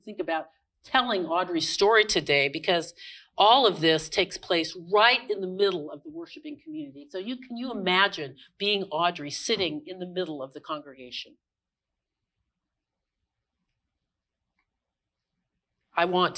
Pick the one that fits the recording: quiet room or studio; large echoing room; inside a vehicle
large echoing room